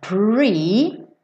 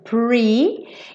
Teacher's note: Não pode ser pretty. Porque a gente tem um R e o R em inglês é enrolado